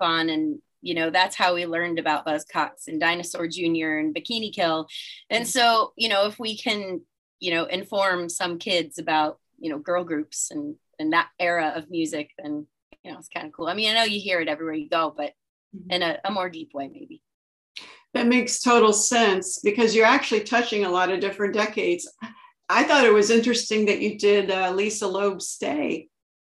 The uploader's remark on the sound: Via Zoom. Via Zoom.